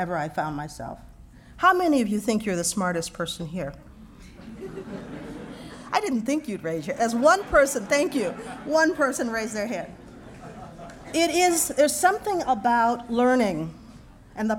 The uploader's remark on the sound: This podcast was recorded at the Academy of Achievement's 2000 gathering in Scottsdale, Arizona. In her address to the Academy.